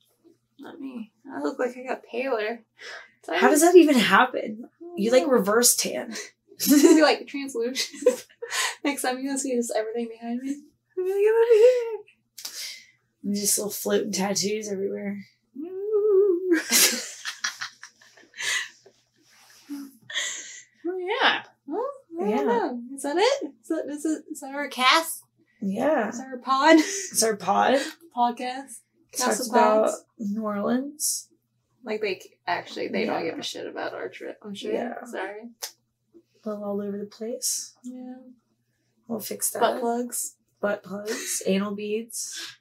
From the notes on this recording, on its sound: our low budget quality audio